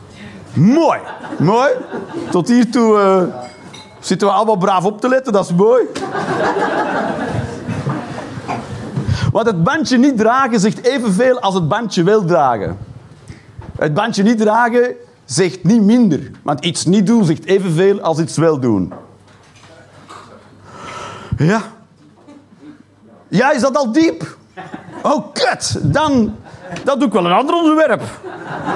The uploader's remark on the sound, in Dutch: Live 19 Maart 2023, Toomler, Amsterdam.